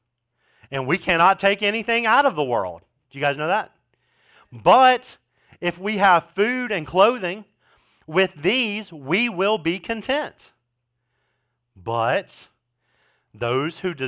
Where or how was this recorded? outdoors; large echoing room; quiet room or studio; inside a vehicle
large echoing room